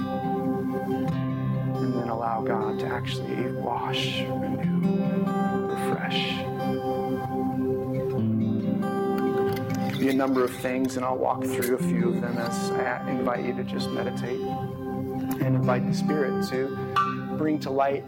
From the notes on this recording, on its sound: This message was recorded on April 2, 2023, at View Ridge Middle School in Ridgefield, Wa.